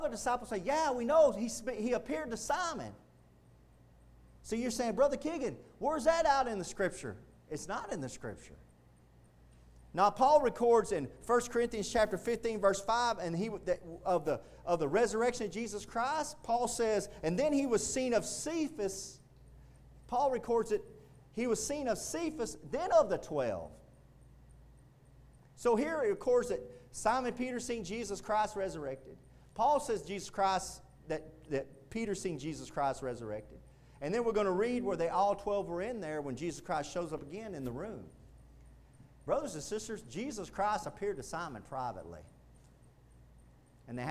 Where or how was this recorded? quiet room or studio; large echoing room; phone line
large echoing room